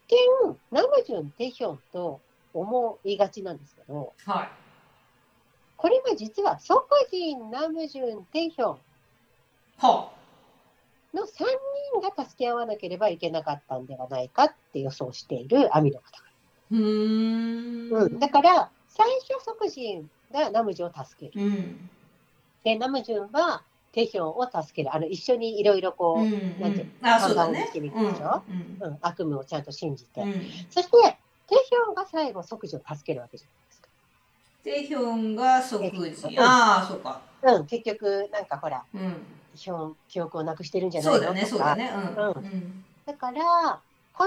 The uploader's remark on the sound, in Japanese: 今回はリモートでの収録となっているため、聴きにくい箇所があるかもしれませんが、ご了承いただければ幸いです。